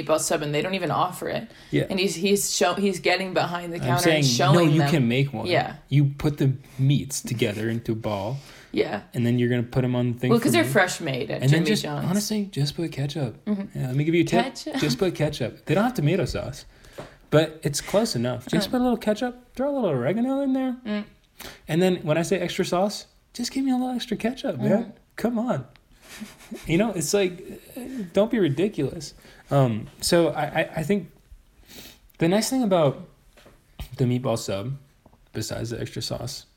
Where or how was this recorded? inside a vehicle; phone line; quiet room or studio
quiet room or studio